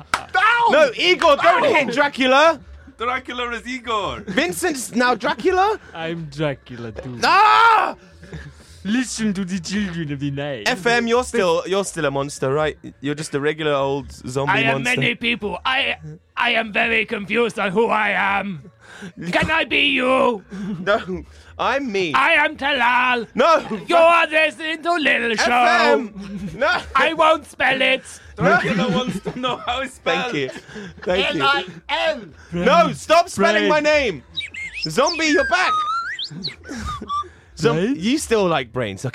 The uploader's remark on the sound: broadcasts the show live from a graveyard!